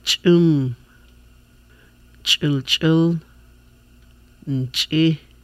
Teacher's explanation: made by the tongue against gum ridge and roof of the mouth, with the throat made tense and vocal cords closed. Sounds like the CH with a catch in the throat. · Term: hard CH sound